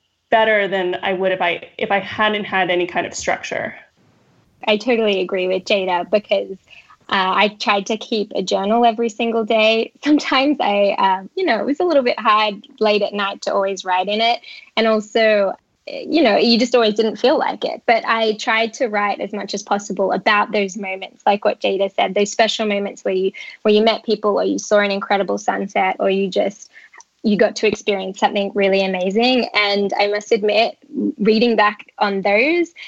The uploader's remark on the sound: called